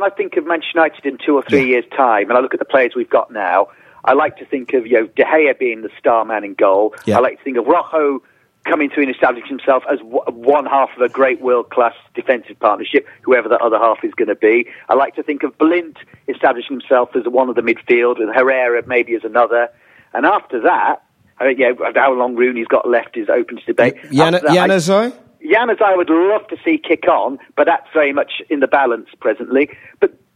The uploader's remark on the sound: In the studio. On the phone.